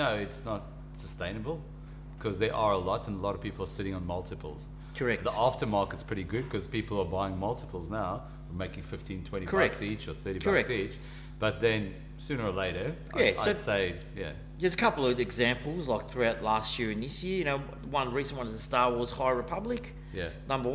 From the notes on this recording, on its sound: In our first face to face episode since start of lockdown. Took the show on the road to the Big City Comics store in West Melbourne.